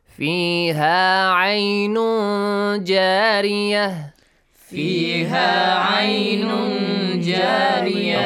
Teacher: make sure you do not clearly say the noon sound · Term: Ikhfa